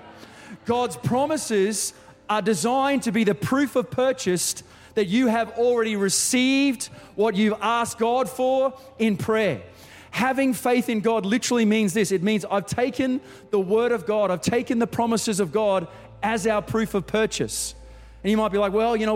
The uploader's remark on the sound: Recorded during our 5pm service on Sunday, the 3rd of December 2023